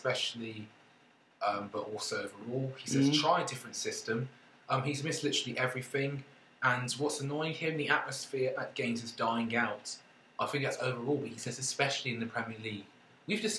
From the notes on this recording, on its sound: left the mic at home so we apologise for the sound quality of this one and the brief interlude at 26 mins where the track breaks up.